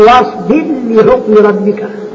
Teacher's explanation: الراء المجدومة تدغم في اللام عند أبي عمرو باتفاق من رواية السوسي وباختلاف من رواية الدولة كل ايه الراء · Term: الادغام